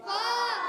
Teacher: اوپر والے دانتوں کے کنارے جب نیچے والے ہونٹ کے تر حصے سے ٹکراتے ہیں لگتے ہیں تو ادا ہوتا ہے فا